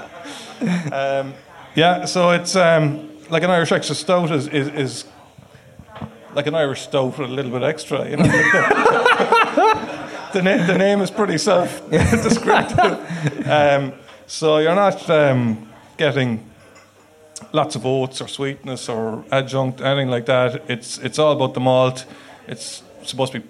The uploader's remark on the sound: Live at The Circular. We hosted this live event in The Circular in Dublin 8 on November 30th.